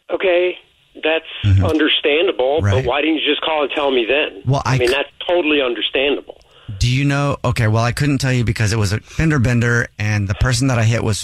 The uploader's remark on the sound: phone prank style